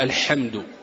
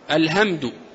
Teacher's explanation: أو لو أبدل الحرف وأتى بحرف غيره، فحرف الحاء قرأه هاء